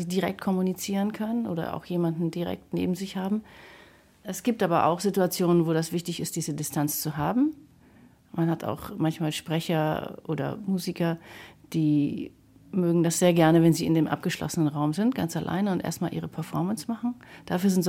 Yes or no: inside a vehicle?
no